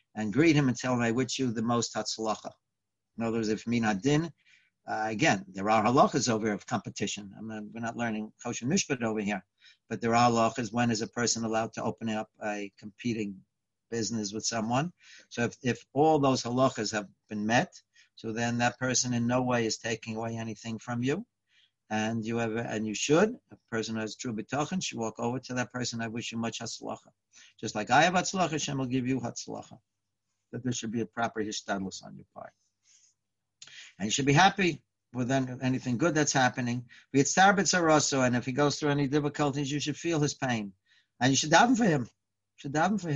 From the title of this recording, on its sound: Live On Zoom